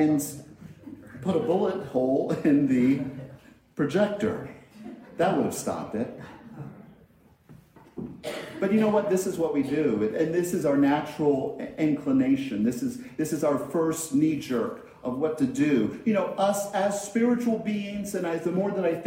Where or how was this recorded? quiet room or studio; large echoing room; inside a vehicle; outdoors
large echoing room